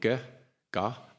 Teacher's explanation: So they're all pronounced at the back, they're called kantyas.